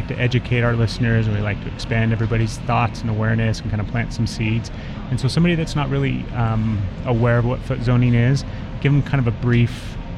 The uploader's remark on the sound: Recorded live on location at the 4th anniversary of the SoulWorks Fair. Each month the fair is held at Dancing Cranes Imports in Salt Lake City.